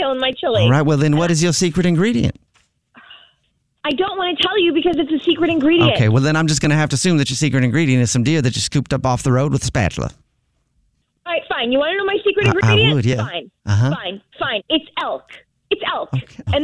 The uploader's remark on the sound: Phone Prank